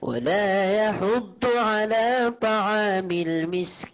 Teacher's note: الضاد عندك فيها صوت قريب من الطاء، يحض لا يحض، يحض الضاد يمتلئ بها الفم وتخرج من جانبي اللسان.